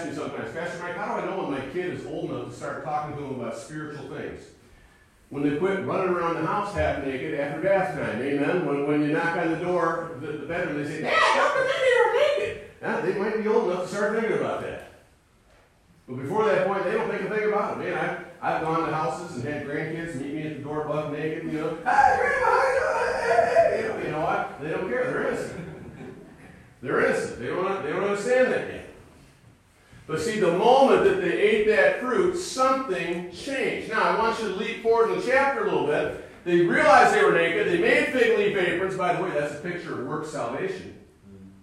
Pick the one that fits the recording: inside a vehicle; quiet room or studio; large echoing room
large echoing room